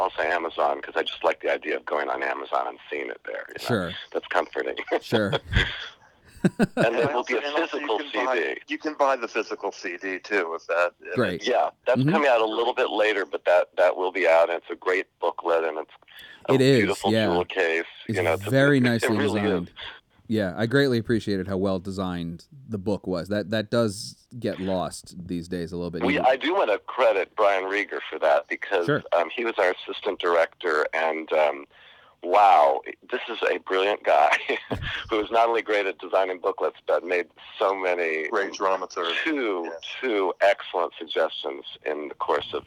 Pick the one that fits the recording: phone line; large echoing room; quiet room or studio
phone line